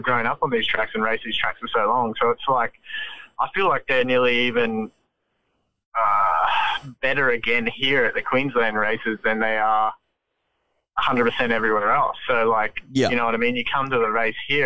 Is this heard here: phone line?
yes